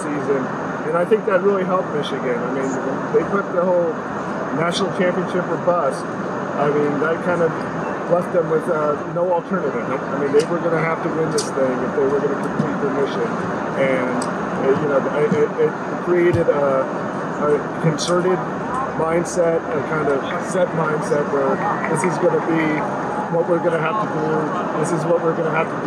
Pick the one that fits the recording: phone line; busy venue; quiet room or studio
busy venue